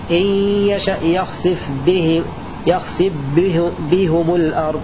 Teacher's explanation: أدغم الفاء المجزومة كذلك في الباء